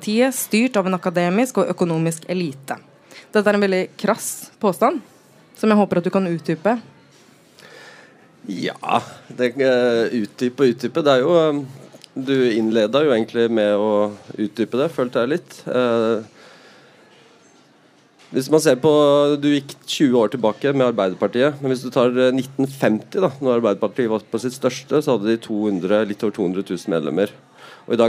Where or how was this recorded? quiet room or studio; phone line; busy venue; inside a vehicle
busy venue